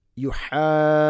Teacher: മദ്ദിൻ്റെ അക്ഷരമായ അലിഫ് ശേഷം ഷെദ്ദുണ്ട്, അപ്പോൾ അത് നന്നായിട്ട് നീട്ടണം. യുഹാദൂനല്ലാഹ മദ് ലാസിം കെലിമി മുസക്കൽ ഇൻഷാല്ല മദ് ലാസിം അനിവാര്യമായിട്ട് നീട്ടേണ്ട മദ്ദാണ്.